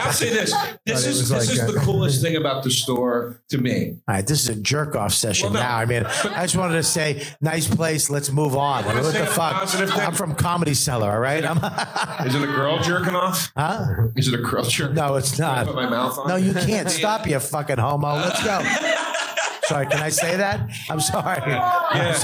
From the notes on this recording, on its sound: Live From The World Famous Comedy Store!